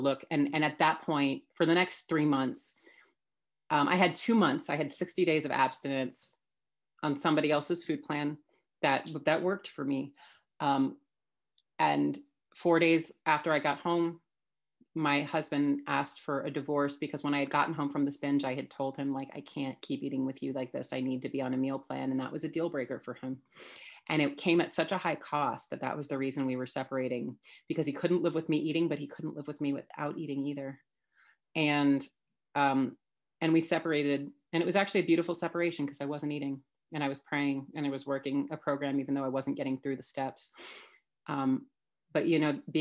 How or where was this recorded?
video call